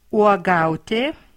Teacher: U and O form a diphthong which sounds like ua